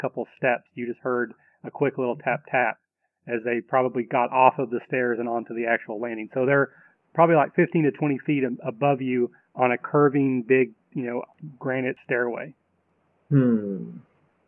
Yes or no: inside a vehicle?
no